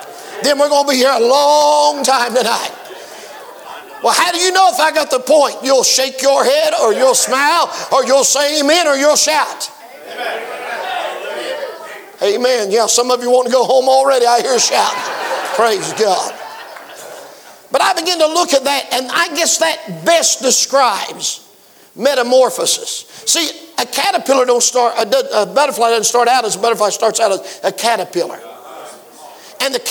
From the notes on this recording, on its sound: preached at the 2023 Back to the Bible Camp Meeting in Lucasville, OH